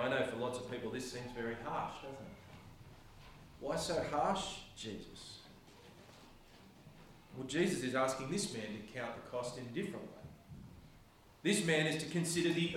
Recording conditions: large echoing room